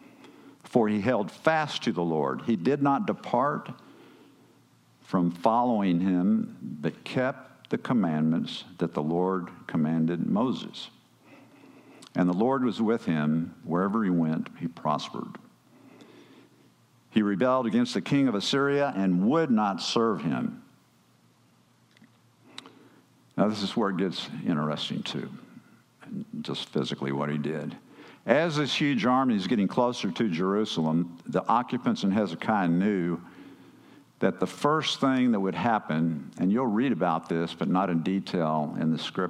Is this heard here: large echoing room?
yes